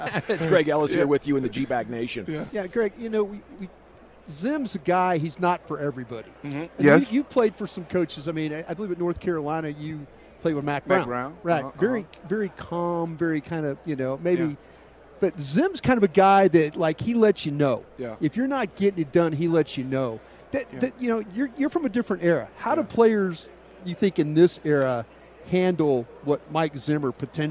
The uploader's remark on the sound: live from Super Bowl Raido Row